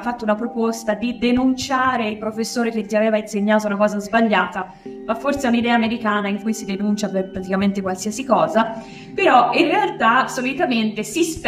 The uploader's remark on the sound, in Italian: Dal Festival nazionale dell’Economia civile, in corso a Firenze. In dialogo con alcuni giovani.